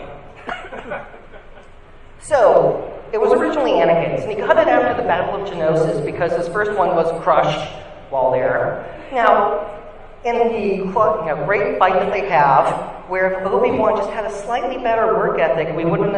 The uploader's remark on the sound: Recorded live at Nerd Nite East Bay.